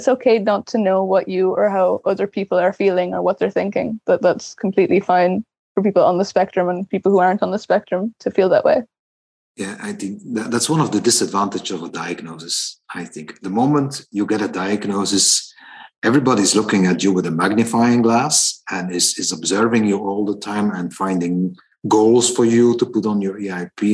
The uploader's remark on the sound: recording from the " On The Spectrum " webinar series in 2021